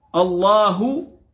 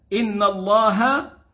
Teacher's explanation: فإن جاءت مرفوعة الله أو منصوبة إن الله فإنها تأتي مفخمة